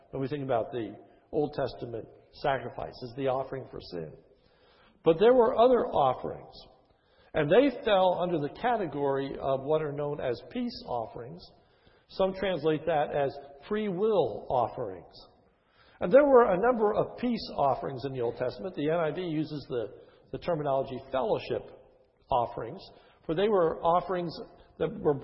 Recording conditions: large echoing room